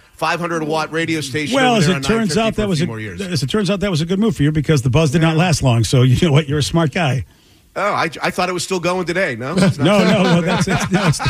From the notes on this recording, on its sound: call in to share funny memories